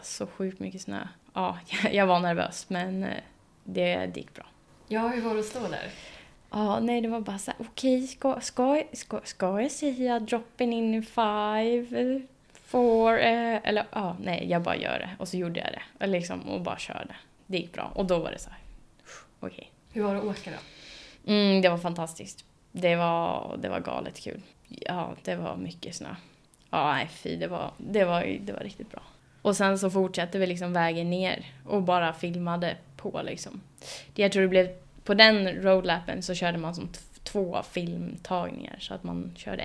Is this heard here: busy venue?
no